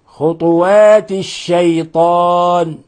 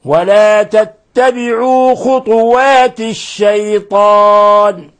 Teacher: أما حفص ولا تتبعوا خطوات الشيطان، لابد من إخلاص ضمة الطاء · Shown in: second take